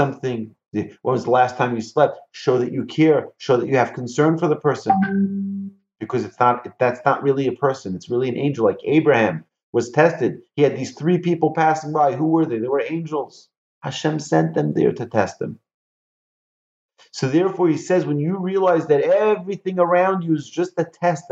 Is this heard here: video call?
yes